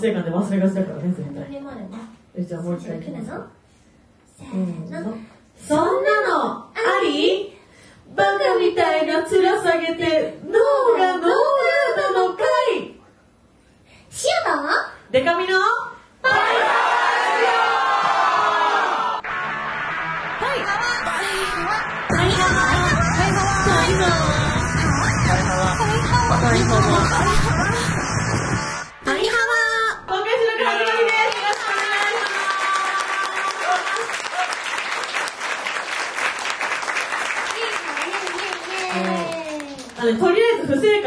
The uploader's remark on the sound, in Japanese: 今週は11/22に行われた公開録音の模様、前半戦をお届け！